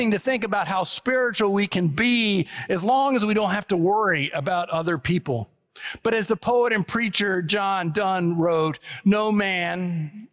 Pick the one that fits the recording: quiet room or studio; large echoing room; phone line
large echoing room